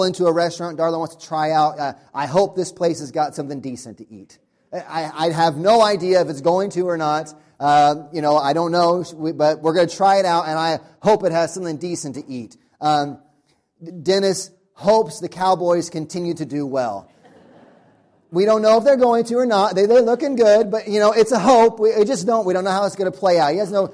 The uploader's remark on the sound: Audio from sermon on first Sunday of Advent.